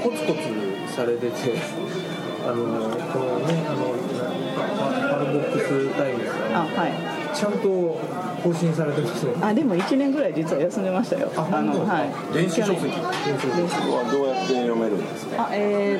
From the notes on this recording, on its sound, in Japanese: かつ吉ランチ。店内BGMなどのノイズがガッツリです。お聞き苦しいかもしれませんがご容赦下さい。